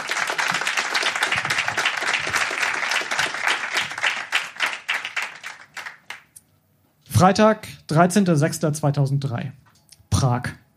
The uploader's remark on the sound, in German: Hört Ihr einige Beiträge von unserer Show vom 06.07.2023 im Baergarten des Revier Südost. Heißen Dank an den Baergarten des Revier Südost, unser tolles Publikum.